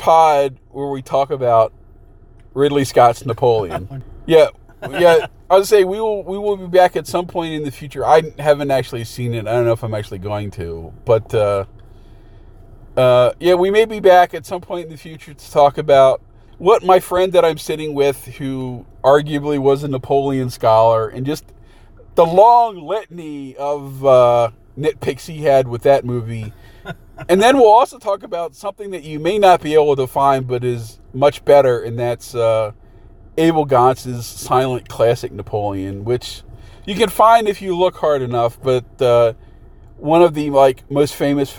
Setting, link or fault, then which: setting, inside a vehicle